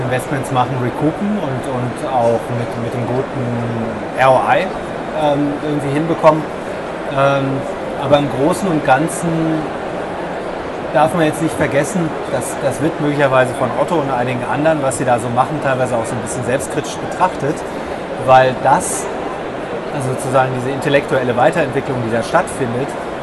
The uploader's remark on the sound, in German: DMEXCO Spezial. Der Ton ist überschaubar, aufgrund der Hintergrundgeräusche der Messe, aber es geht gerade noch so.